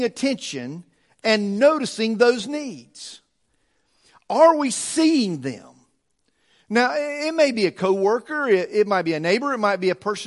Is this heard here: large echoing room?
yes